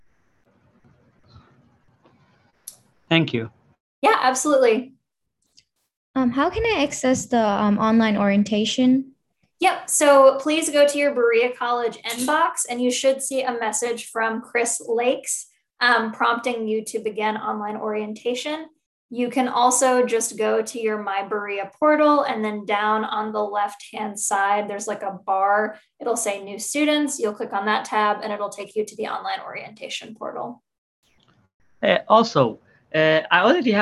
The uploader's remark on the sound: Zoom Info Session